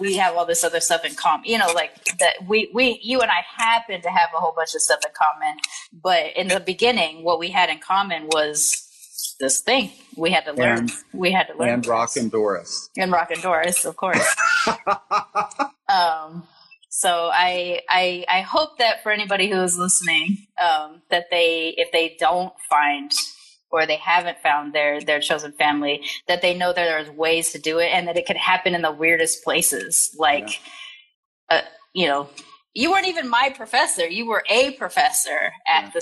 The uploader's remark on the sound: I am sharing the audio from my new IG Live Series